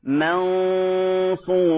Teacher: نقول منصورة، ونحذر من تفخيم الميم هنا، ما نقول ما منصورة، فلمجاورة حرف مرقق مع مفخم فنحذر من تفخيم الميم